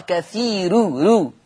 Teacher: قرأ ورش بترقيق الراء وصلا في لفظ كثير، لأن الراء مضمومة مسبوقة بياء